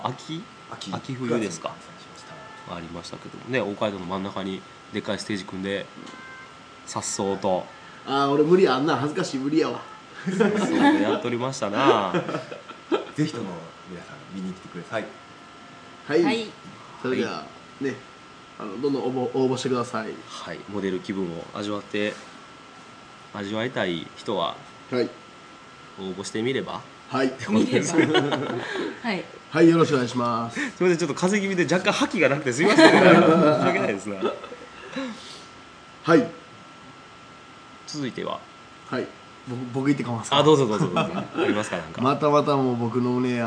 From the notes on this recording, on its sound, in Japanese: 今回は松山市大街道のプラススタイルにおじゃましての公開録音ですー